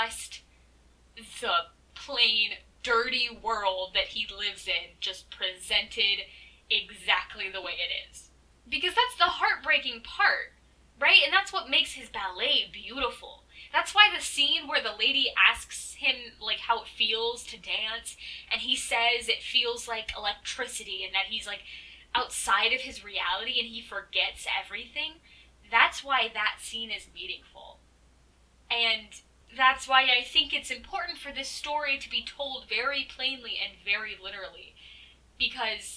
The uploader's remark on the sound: my mic was making an absolute scene so sorry about the popping noises.